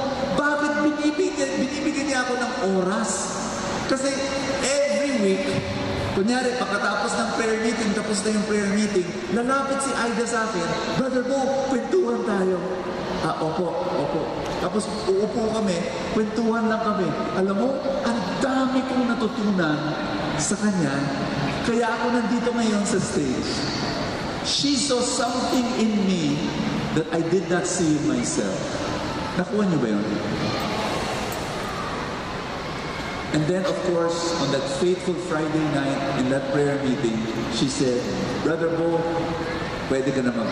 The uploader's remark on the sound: This talk was recorded from Rizal Grand Feast 2016